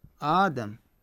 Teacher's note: الهمزة الأولى مفتوحة فيقلبون الحرف المد ألف، إن كانت مكسورة ياء، وإن كانت مضمومة فواو.